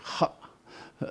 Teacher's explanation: ils utilisent le premier son, cette consonne euh, occlusive laryngale, qui est Ha, euh, pour en faire une lettre euh, une consonne.